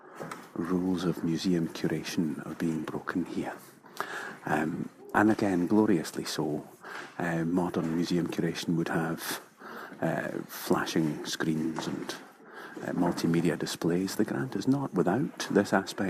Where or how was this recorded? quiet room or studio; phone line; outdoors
outdoors